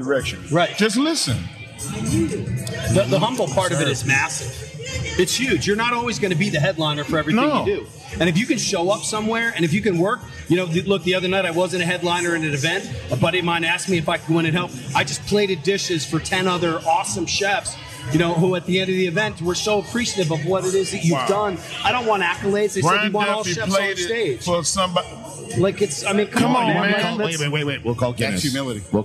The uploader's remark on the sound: Live From The World Food Championships